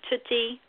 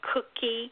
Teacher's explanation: So he'll tutti for cookie because the T sound is closer to the front of the mouth than the k sound in cookie · Term: fronting